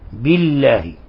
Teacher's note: ولاحظوا كيف رققنا الباء وحققنا الكسر